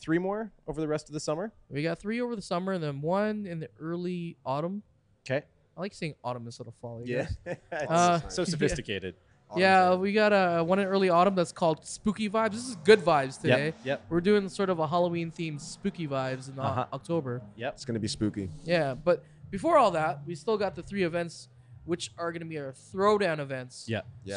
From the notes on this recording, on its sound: I'm live on location at Drift Jam